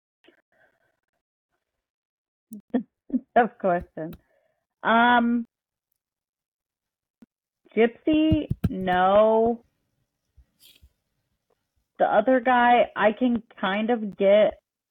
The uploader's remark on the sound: We are working with a new recording platform and are still learning how to use it, so we are having a few issues with sound quality at the moment.